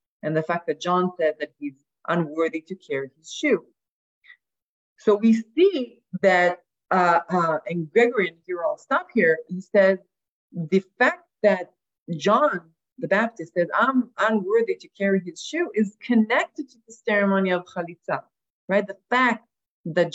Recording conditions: video call